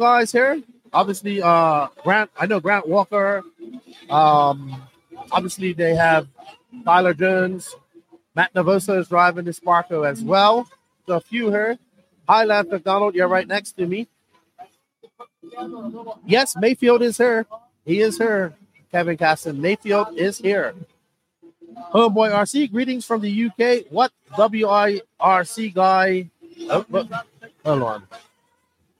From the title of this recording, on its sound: Live From The 2024 Southern Indoor Championships